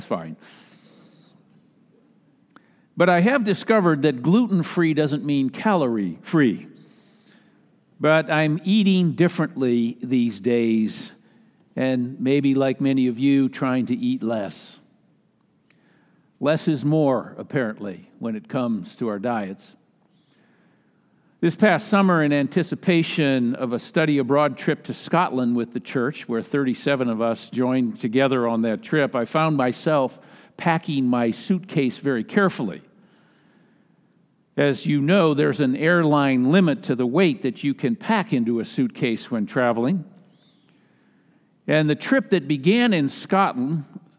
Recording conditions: large echoing room